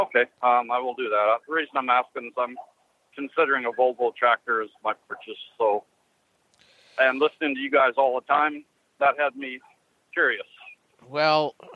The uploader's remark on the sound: Call in Question and Answer Show